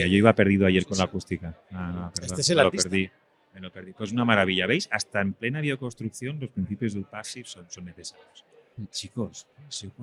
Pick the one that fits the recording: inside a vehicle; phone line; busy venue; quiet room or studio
busy venue